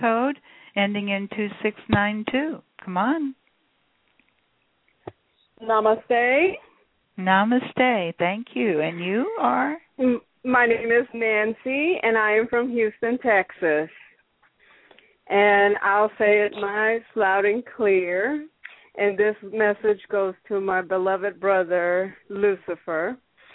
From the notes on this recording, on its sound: She will do a channeling session live so that callers can call. Personal responses to callers during the special call-in segment.